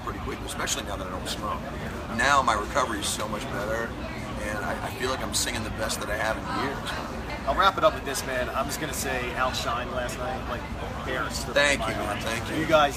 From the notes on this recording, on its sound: At the Rock on the Range Festival in 2017. This was in a media tent so there is a lot of background noise so you might need to turn up a bit.